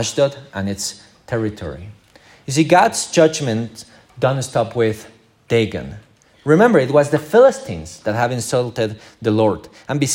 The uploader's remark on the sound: This is the recording of our morning service.